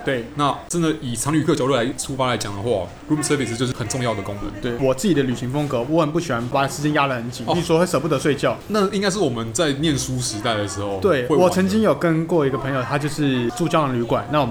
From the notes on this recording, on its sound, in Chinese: 本集白噪音指數：微風級 2/5。錄音地點：李亭香。